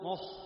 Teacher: تجد النفس تخرج من النطق بنطق الخاء · Term: الهمس